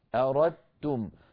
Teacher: لا شك أن أردتم أسهل، لأنني أنطق بحرف واحد مشدد وهو التاء، أردتم، فتحولت الدال إلى تاء، وأدغمنا التاء في التاء، فصار النطق بتاء مشددة. لذلك لو نظرتم في المصحف تجدون الدال لا حركة عليها، والتاء عليها شدة.